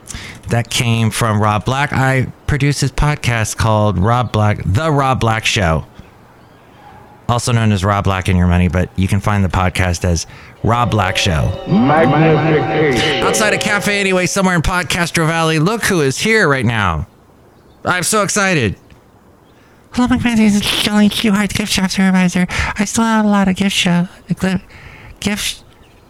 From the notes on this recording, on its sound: podcasts live from Café Anyway